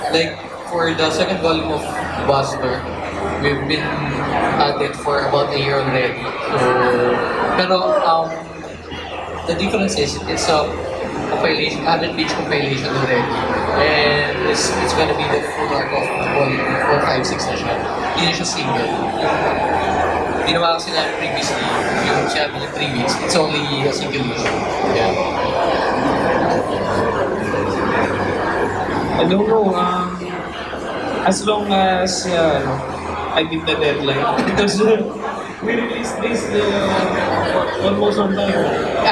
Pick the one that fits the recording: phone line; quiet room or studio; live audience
live audience